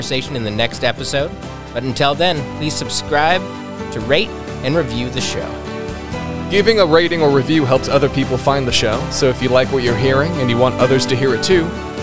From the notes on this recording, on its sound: We took this episode outside for the first time.